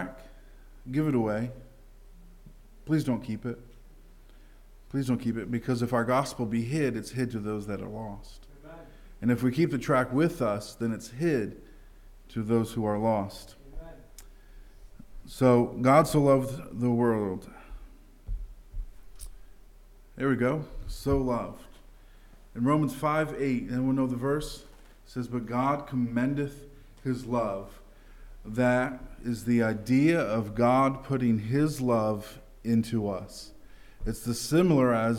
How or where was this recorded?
large echoing room